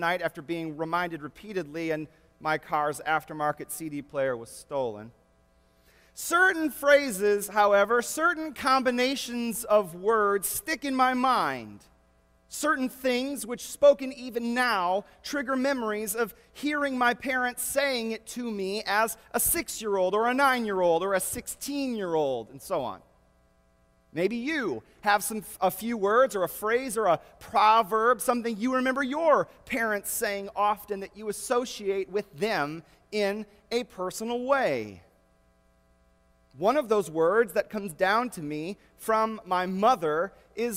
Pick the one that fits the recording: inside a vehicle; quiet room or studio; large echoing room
large echoing room